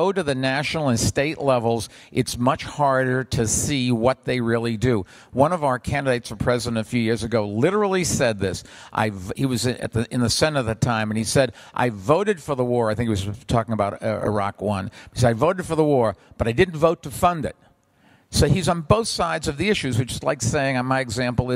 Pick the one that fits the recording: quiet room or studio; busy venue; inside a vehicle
busy venue